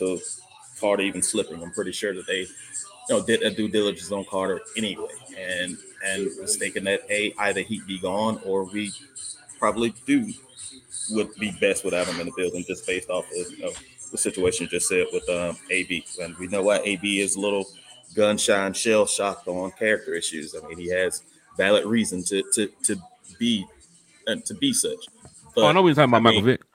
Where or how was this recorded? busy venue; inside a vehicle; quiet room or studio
busy venue